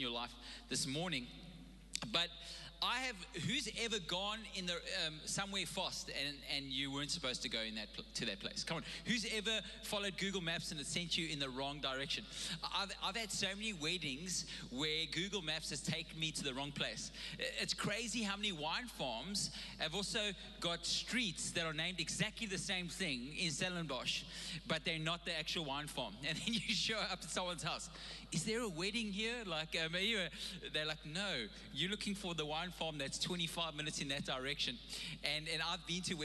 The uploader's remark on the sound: Recorded live on Sunday the 31st October 2021